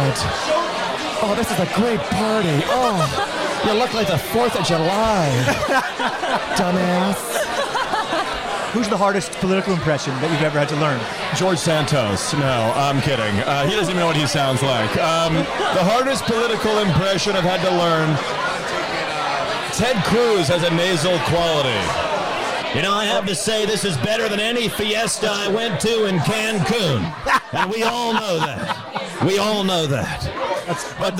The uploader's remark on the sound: Live from The White House Correspondents’ Dinner. At the CBS News-POLITICO pre-reception. This originally aired live on SiriusXM.